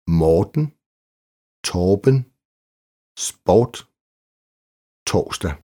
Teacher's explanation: Nogle gange udtales O som langt Å foran R. · Term: Langt O som Å